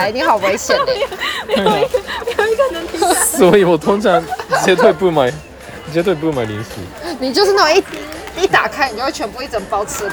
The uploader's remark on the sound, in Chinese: 屋外実況。台湾西門町のドンキホーテ店で実況してみた！唐吉哥德西門店現場實況收音。